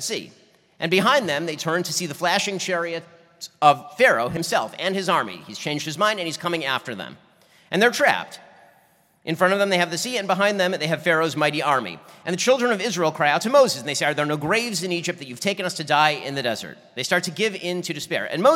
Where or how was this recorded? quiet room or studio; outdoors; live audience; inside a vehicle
live audience